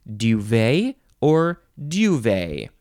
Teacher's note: you have to get the little Y sound in there, and you can emphasize either syllable